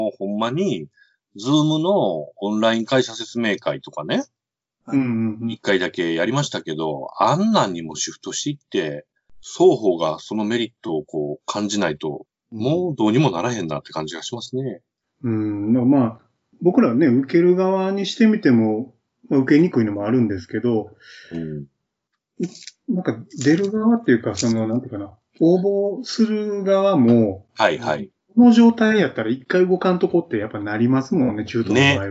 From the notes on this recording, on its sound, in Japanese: 自粛期間中のオンライン飲み会を収録してみました。酔っ払いのダダ喋り。